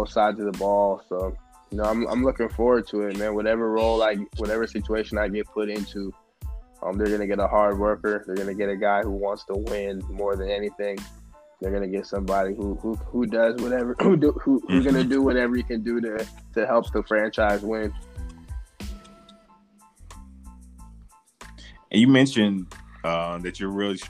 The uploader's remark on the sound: talk over the phone